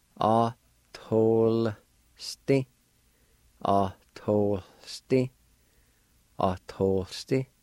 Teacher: the I with the L will be silent, and there'll be a faint H sound right before the L sound